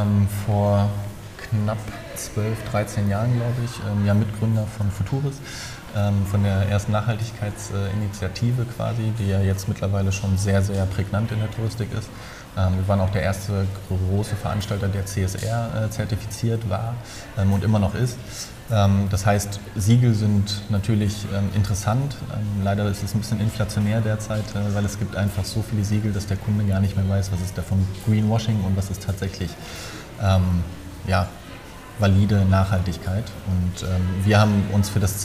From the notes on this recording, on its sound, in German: "talks ´n voices" - von den Counterdays live Mallorca 2021